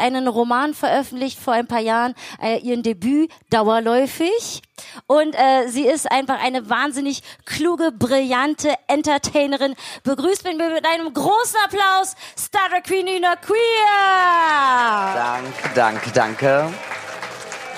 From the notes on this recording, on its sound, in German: Der Musik-Talk, live in der BarBoBu in F-hain.